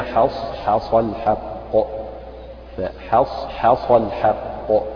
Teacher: فترقق الحاء مع المحافظة على تفخيم الصاد وتفخيم القاف